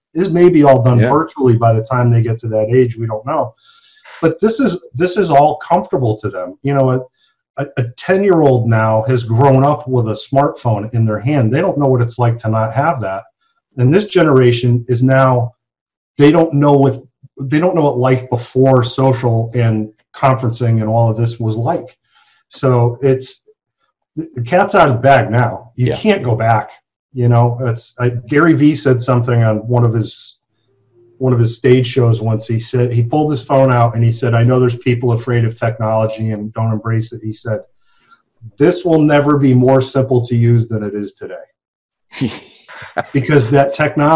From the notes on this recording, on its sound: ZOOM MEETING! Joined us for a Zoom simulcast.